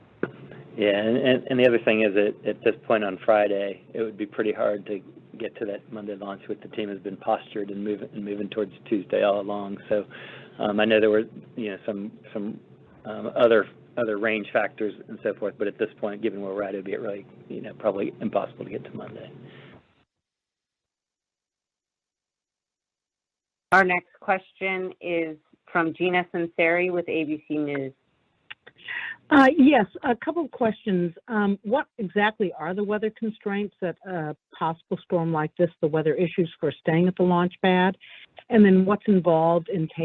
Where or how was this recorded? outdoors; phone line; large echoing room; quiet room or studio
phone line